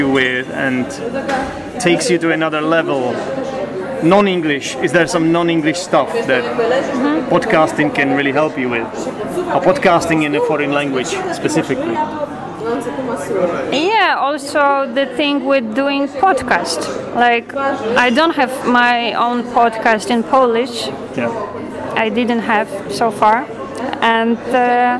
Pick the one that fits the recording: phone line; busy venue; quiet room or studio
busy venue